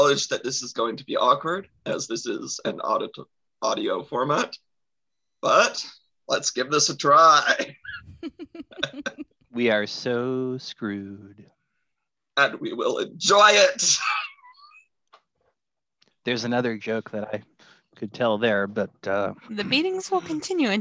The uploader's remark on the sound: This means we hop on a zoom on a Friday night with drinks in hand and vamp about different topics.